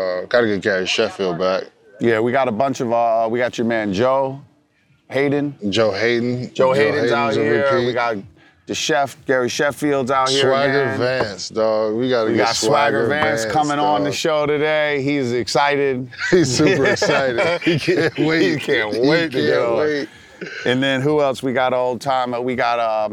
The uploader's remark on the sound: LIVE FROM MALBON MUTINY at MIAMI SHORES